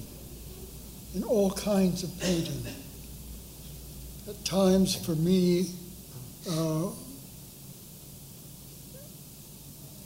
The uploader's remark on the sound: From the evening lecture series at the New York Studio School, a panel discussion